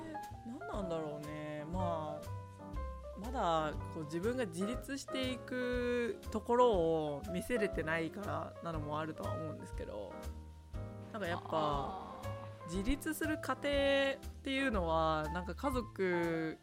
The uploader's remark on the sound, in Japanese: 今回、編集の関係上音声が少し小さくなっております。